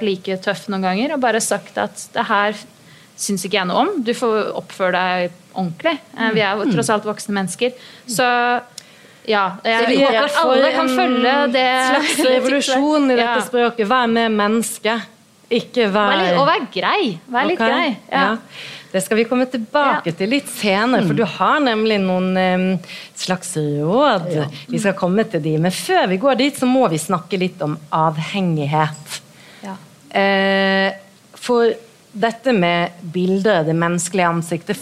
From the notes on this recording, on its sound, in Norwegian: Live på Ingensteds i Oslo.